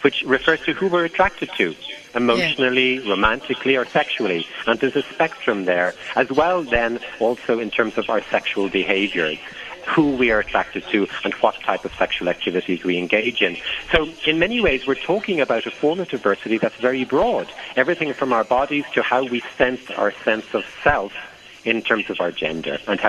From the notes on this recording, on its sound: Guest (phone)